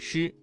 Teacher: 发音的要点是舌尖翘起，靠近硬腭后部，形成狭窄通道，气流通过时不形成完全的阻塞